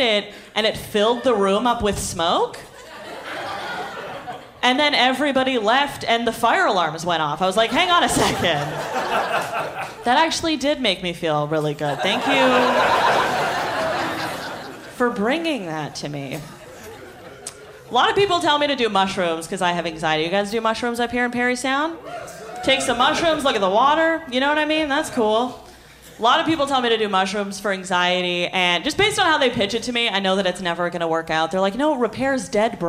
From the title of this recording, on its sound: Live from the inaugural Big Sound Comedy Festival in Parry Sound!